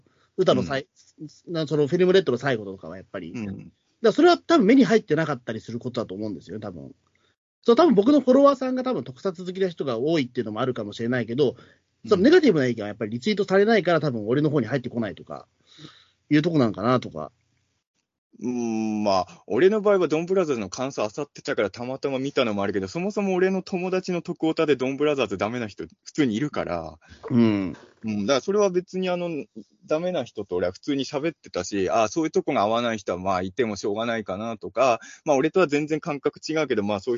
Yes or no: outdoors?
no